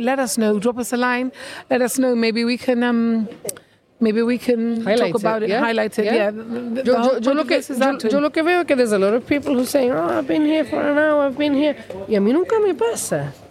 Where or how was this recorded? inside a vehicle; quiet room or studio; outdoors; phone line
outdoors